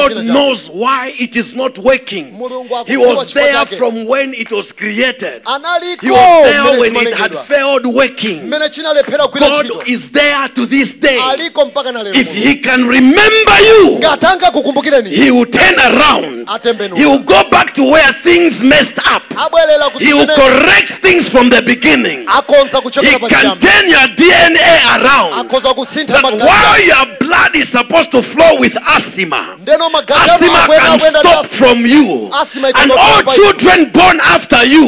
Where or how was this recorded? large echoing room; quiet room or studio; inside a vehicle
large echoing room